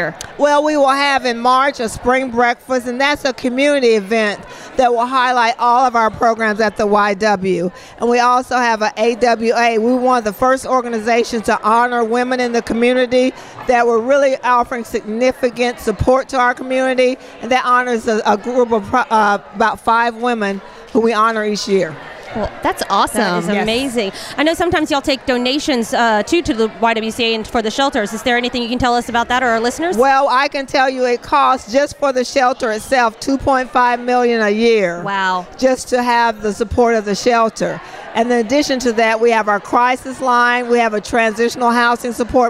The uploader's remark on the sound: Live From The Wine, Women, And Shoes Event. Live coverage of the Wine, Women, & Shoes event in Nashville. Benefiting the YWCA.